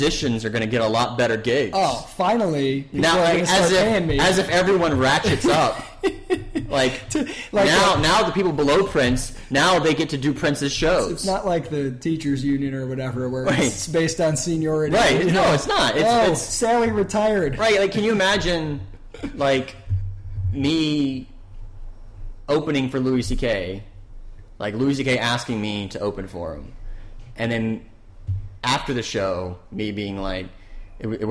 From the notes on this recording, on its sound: Forgive the echo in the audio. New microphone and live interview gave us some issues.